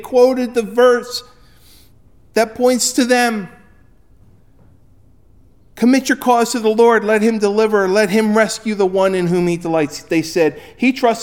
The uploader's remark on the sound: Recorded at Ebenezer UMC on February 25, 2024